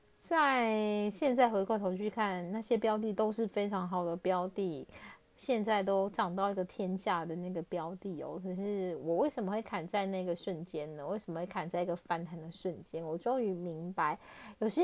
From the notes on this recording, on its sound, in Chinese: 這一集換了錄音方式，所以有些沙沙的聲音。